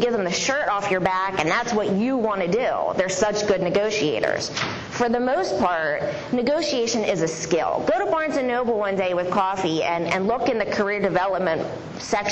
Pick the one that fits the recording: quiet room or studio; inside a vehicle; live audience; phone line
live audience